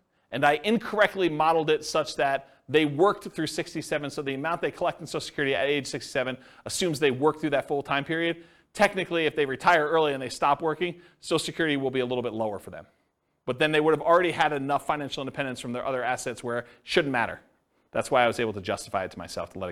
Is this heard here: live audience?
yes